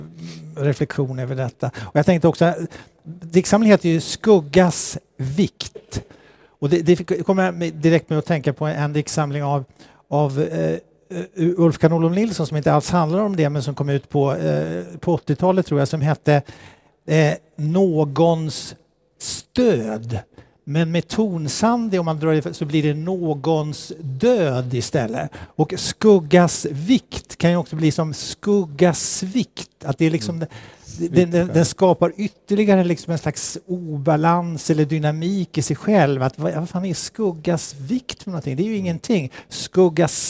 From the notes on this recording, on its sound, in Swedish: Poden är inspelad under Poesimässan som varje år ordnas av Poesibazaren i Stockholms Stadsbibliotek.